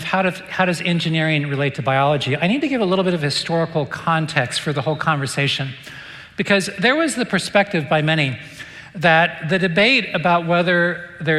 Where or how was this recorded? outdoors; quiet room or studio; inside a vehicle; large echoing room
large echoing room